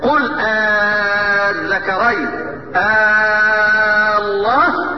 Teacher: اذا دخلت همزة الاستفهام على همزة الوصل المقترنة بلام التعريف، قاعدة عامة، يجوز لي قراءة وجهين. الوجه الاول ابدال همزة الوصل الفا، فمد مد لازم كلمي في قوله تعالى قل الذكرين الله، مد لازم كلمي مثقل.